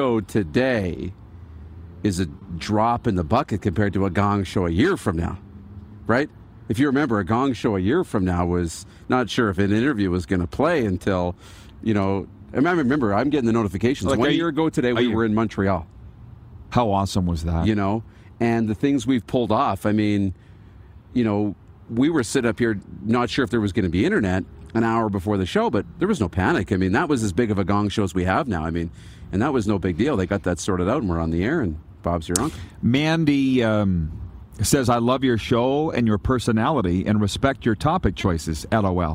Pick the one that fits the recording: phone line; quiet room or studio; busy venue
busy venue